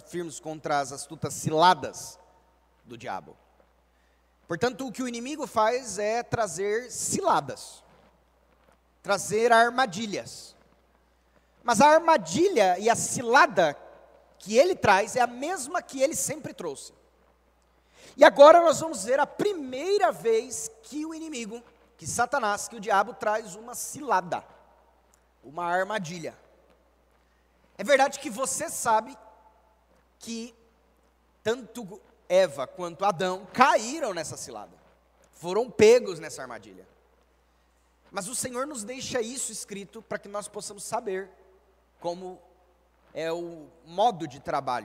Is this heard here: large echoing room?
yes